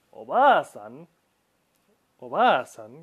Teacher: Es una estiración, un agregado de una A extra que nos permite estirar el sonido de la A.